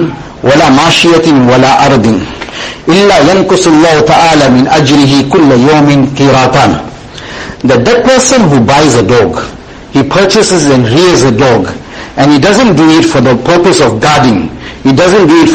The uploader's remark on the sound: Jumuah lecture at May Street Masjid 20 Jan 2023